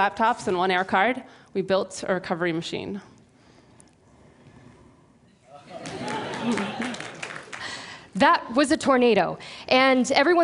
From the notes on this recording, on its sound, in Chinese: (TEDx录制于波士顿)。